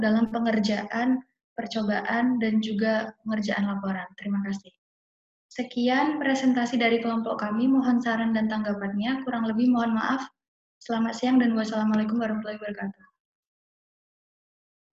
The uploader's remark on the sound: Zoom Meeting